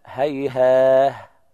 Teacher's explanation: وقف البزي والكسائي بالهاء، هيها، هكذا على اللفظين، إذا وقف على الأول يقرأ هكذا، وعلى الثاني أيضا هكذا، هيها بالهاء، يقلب التاء إلى هاء عند الوقف عليه